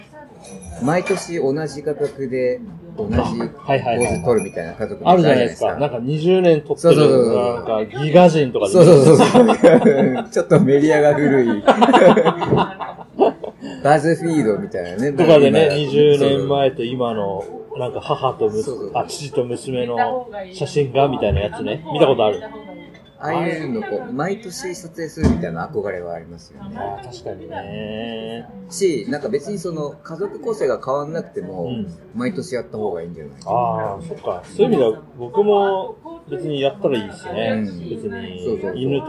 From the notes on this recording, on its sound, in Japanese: 飲食店でのおしゃべりをスマートフォンで録音しているので、音質にはあまり期待しないでください。